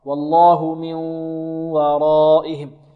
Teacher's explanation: إدغام يعني أن النون يذهب مخرجها تصير واو، وتبقى من صفاتها ماذا؟ الغنة · Term: إدغام بغنة